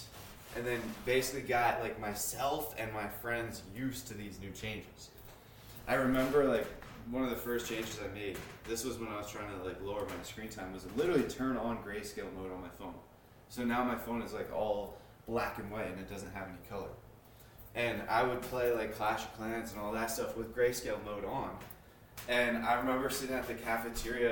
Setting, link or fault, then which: fault, poor sound quality